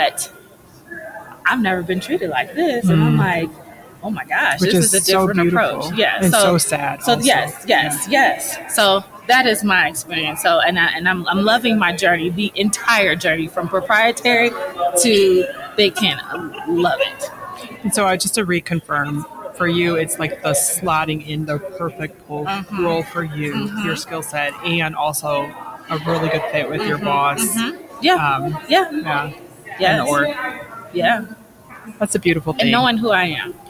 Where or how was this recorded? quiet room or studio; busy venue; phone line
busy venue